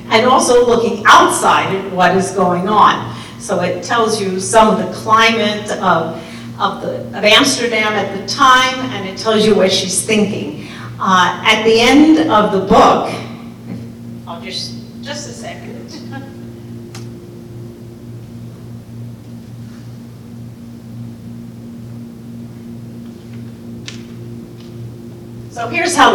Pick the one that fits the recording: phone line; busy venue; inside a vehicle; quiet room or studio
busy venue